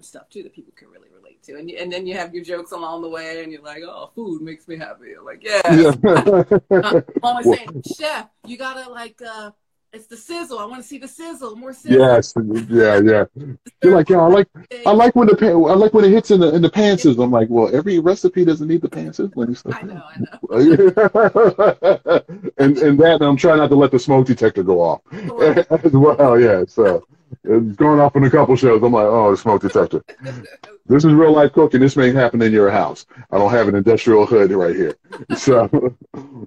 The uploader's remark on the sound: Instagram Live